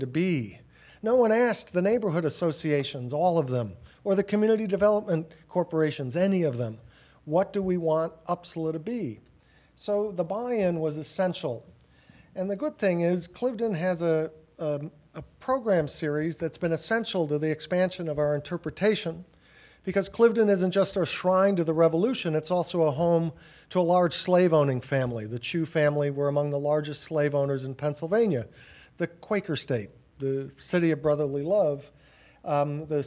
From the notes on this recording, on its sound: 2017 AASLH Annual Meeting Session Recording Recorded in Austin, TX September 8, 2017